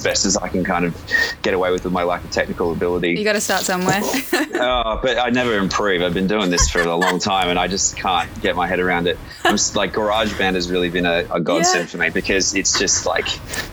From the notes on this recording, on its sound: Due to face to face and travel restrictions, we’ve had a few more phone interviews than usual.